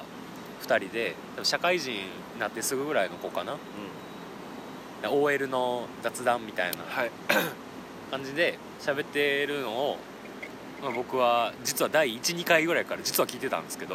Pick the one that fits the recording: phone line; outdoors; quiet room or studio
outdoors